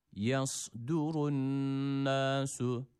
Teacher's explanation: şeddeli olan nunu burada biraz tutuyoruz, hemen bırakmıyoruz. Çünkü şeddeli olan nun ve mim harfleri gunneli olan harflerdir.